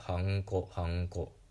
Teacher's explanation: 喉の奥の方で「ん」っていう発音してると思うんですよ